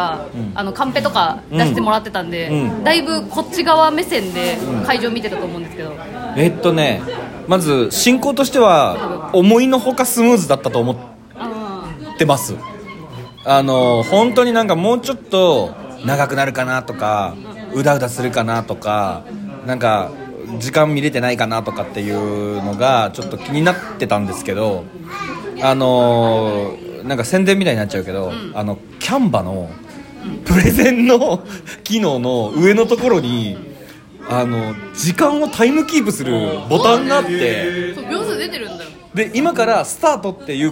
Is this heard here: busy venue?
yes